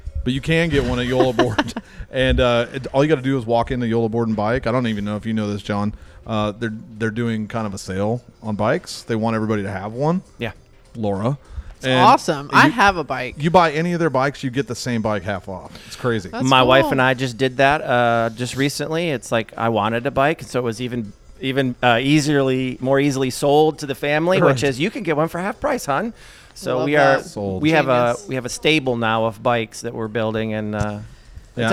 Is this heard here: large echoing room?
no